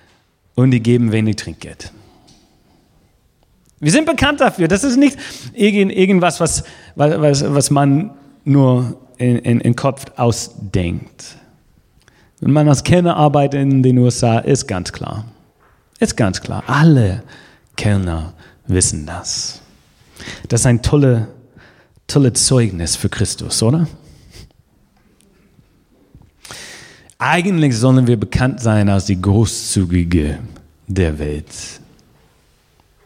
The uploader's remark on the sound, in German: Gottesdienst vom 15. November 2020